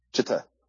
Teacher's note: It is pronounced J-I-T-T-E-H, Jite. With the accent on both syllables, a little lingering on the T sound, and a quick eh sound at the end.